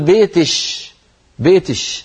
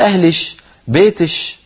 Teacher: يعني كاف المخاطبة المؤنثة يقلبونها شينا، تصوروا يعني مثلا بدل أن يقول للأنثى بيتك يقول بيتش · Term: الكشكشة